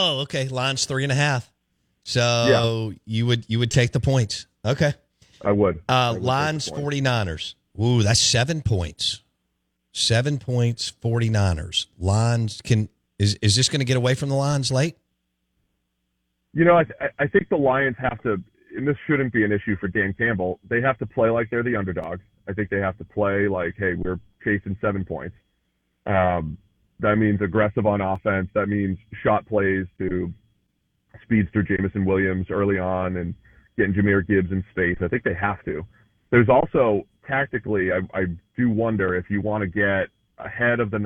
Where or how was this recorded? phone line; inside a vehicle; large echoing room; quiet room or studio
phone line